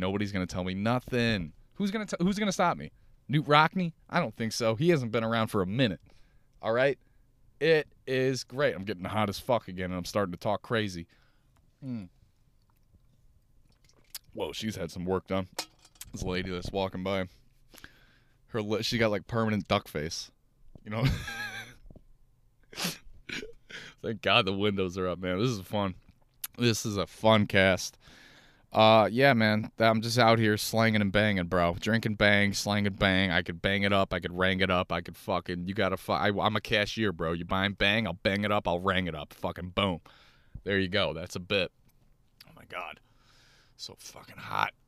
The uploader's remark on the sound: Listen to me talk in my car.